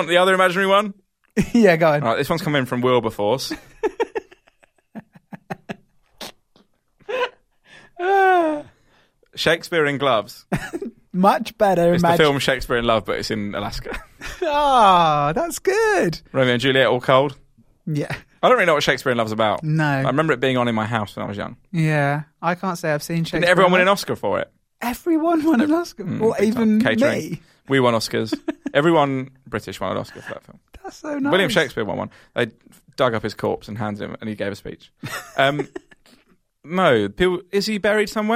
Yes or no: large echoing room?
no